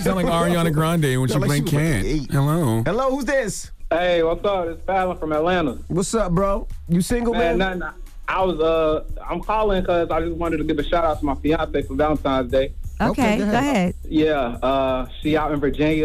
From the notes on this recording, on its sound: we opened up the phone lines